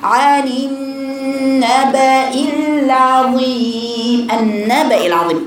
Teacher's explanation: اديتيش الغنه حقها، ما اديتيش اول درجات الغنه اكمل ما يمكن، الدرجه الاولى النون المشدده والميم المشدده طويله